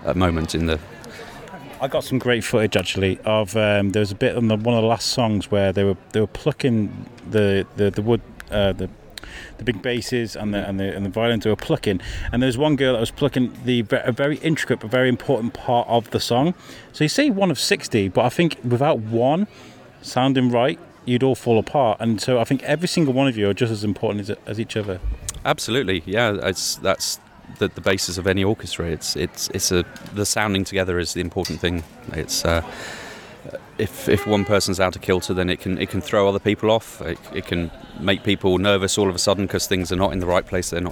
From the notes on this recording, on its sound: UK Proms in the Park 2023. Running around with a microphone speaking to musicians, organisers and sampling music too.